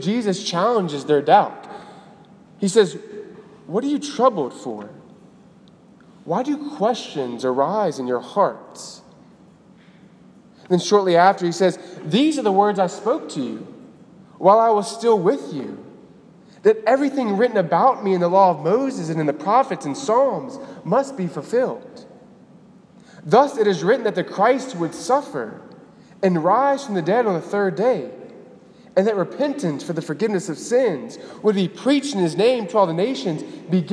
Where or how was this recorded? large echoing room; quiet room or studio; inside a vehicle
large echoing room